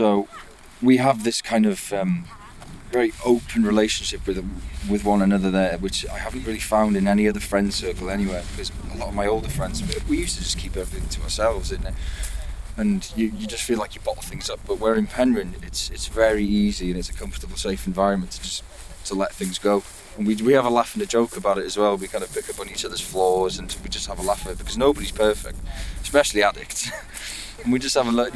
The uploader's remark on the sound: Conversations while walking. From North Wales Recovery Communities.